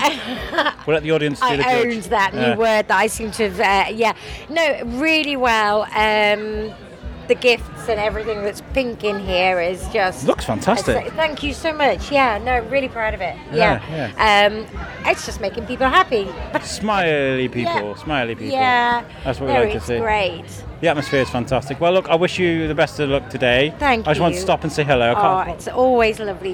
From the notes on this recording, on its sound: Shrewsbury Food Festival. Walked the whole festival for 2 days gathering interviews.